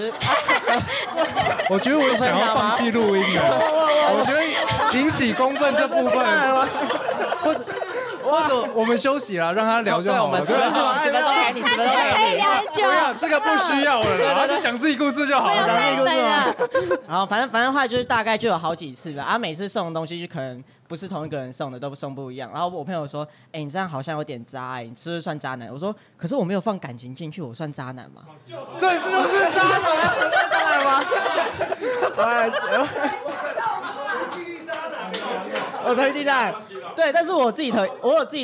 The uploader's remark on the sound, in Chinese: 跟你鬥陣Live Podcast。現場揪出觀眾席最強渣男！？在台南咖哩鬥陣舉行！沒想到現場參與的人居然有20多名！！現場抽題、現場發想，一組20-30分鐘上台直接錄音！